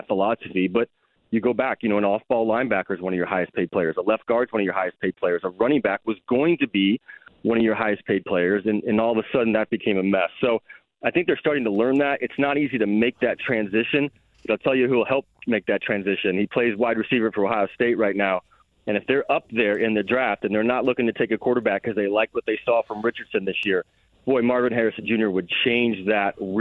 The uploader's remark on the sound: Opens the phone lines up and takes some calls! Takes another phone call from a Colts fan.